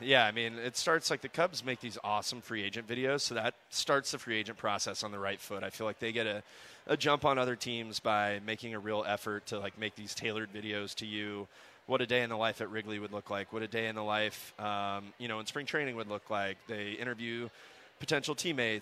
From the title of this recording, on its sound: live at Cubs Convention